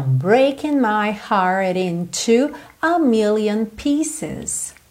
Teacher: E atenção que o T do heart virou rararã.